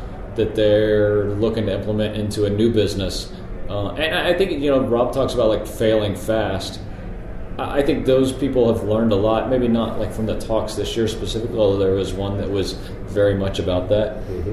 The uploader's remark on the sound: This episode was recorded in a live venue, so please pardon some background noise.